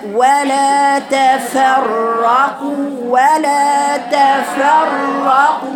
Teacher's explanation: كأنك بتدي الراء مرتين راء مرتين فعلا وبين جدا التوسط في الساكنة ومفخمتين الاثنين لأنها مفتوحة